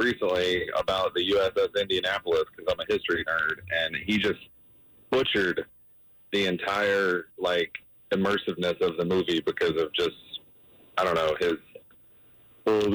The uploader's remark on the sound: Listeners called in after the drop of the most hated celeb list.